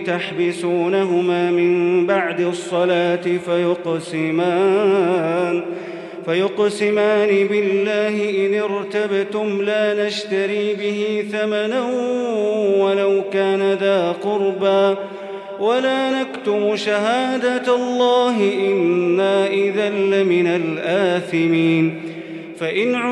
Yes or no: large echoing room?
yes